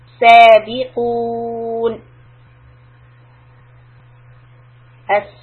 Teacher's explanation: When you stop, السابقون. For قو، I made the rounded lips. For the نون، I want to bring it back to straight line.